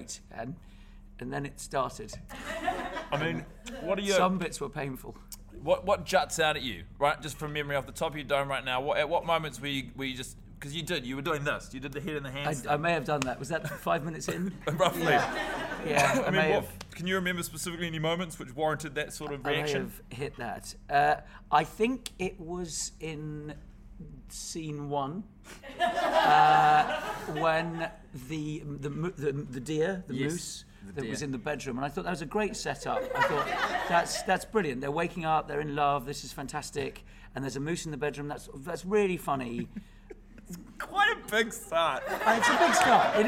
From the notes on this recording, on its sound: Also, as part of the NZ International Comedy Festival, the boys have recorded the epsiode live in front of an audience in downtown Auckland at New Zealand's only full-time comedy club, The Classic.